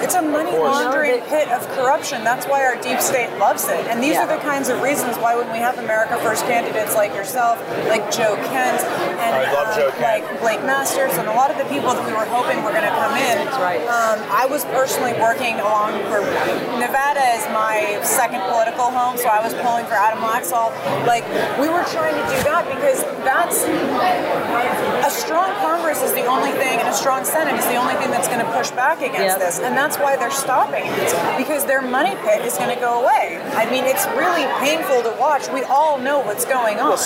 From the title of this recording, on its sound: Battleground LIVE from CPAC